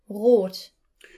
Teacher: the German R is pronounced at the back of the throat